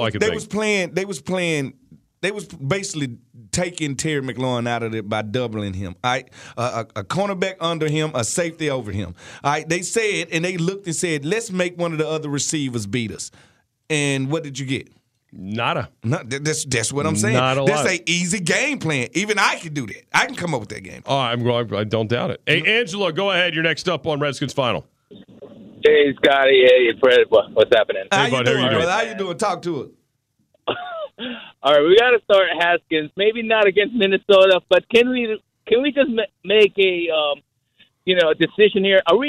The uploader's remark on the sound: fans call in to give thoughts as well